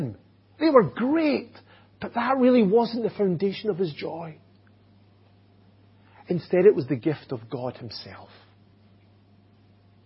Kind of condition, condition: setting, large echoing room